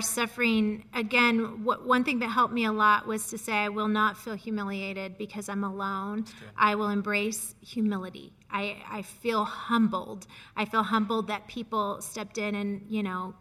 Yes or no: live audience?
yes